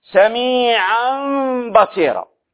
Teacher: حركة التنوين، أبدلت في النطق إلى ميم · Term: القلب